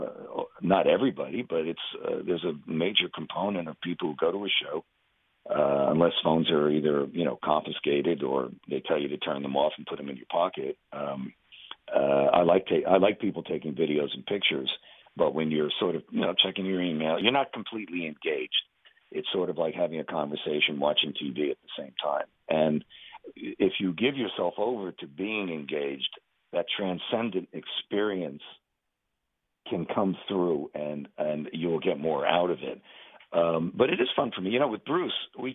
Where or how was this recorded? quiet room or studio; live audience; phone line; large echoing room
phone line